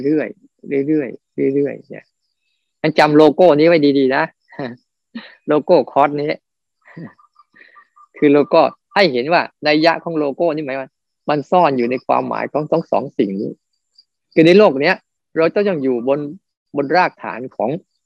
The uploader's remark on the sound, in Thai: คอร์สออนไลน์ (ผ่านโปรแกรม Zoom)